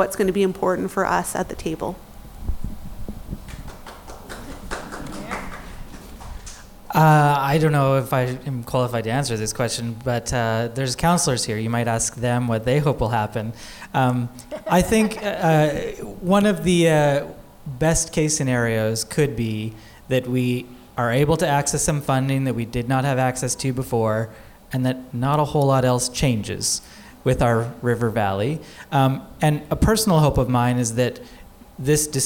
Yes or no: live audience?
yes